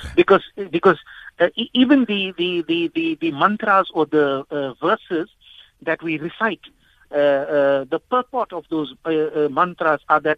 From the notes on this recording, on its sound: Guest on the phone